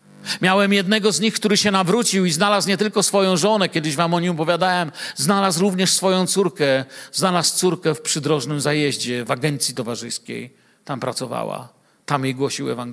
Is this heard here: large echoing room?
yes